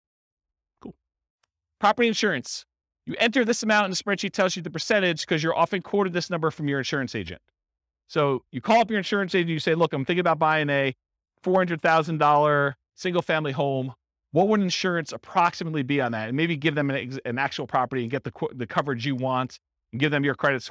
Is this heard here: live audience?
yes